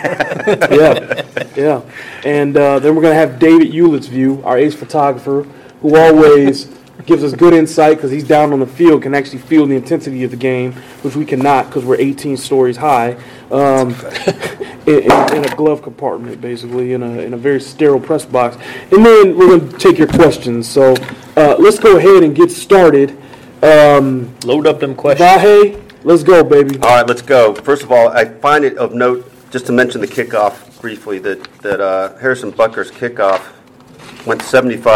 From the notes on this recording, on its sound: live from Arrowhead Stadium